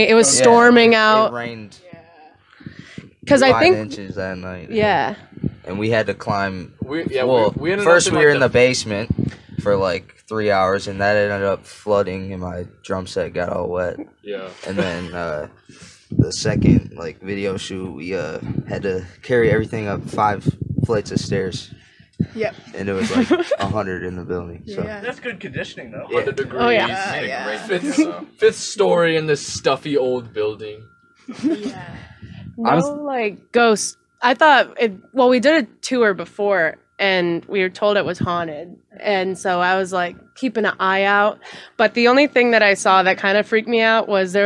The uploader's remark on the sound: We have another great in person interview for you guys! Outside of The Music Factory in Battle Creek, Michigan. This is certainly the most unique interview location that we have used to film an episode.